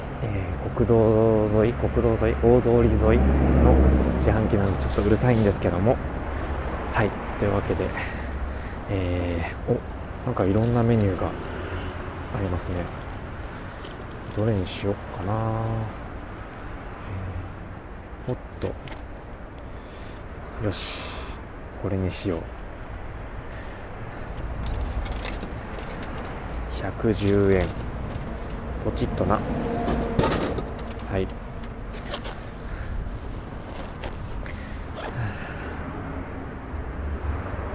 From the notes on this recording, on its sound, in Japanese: お散歩/04］。歩きながらつらつらとお話ししています。今回ノイズや風切り音が少し多めになっております。